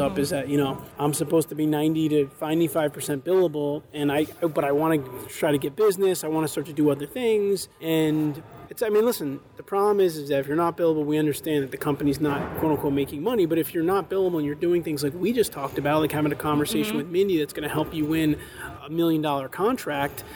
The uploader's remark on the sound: The Civil Engineering Podcast visits Arizona for the SAME JETC conference. Recorded in Phoenix, Arizona, where I interviewed successful individuals at the Society of American Military Engineers (aka SAME) Joint Engineer Training Conference & Expo (JETC).